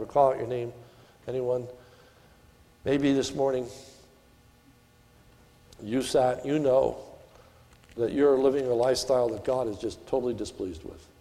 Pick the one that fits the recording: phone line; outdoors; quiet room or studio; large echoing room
large echoing room